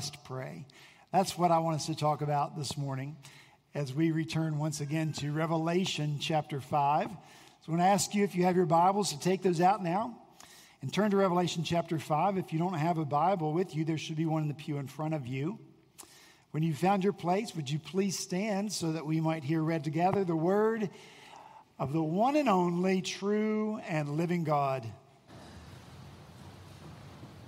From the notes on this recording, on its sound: At Redeemer Presbyterian Church in Charleston, SC